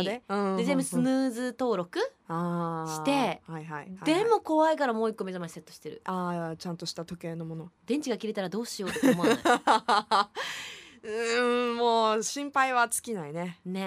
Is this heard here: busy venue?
no